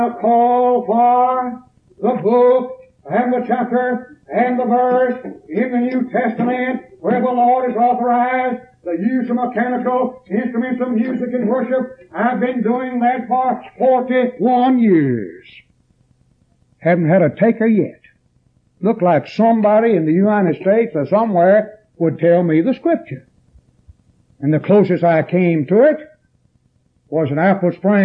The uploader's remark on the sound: preached this sermon at East Columbus church of Christ on September 9th, 1981.